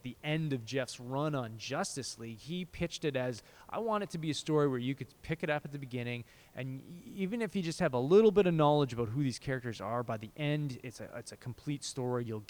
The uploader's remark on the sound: Recorded: Friday September 1, 2017 6:00 pm (EST) in the CBC Building Lobby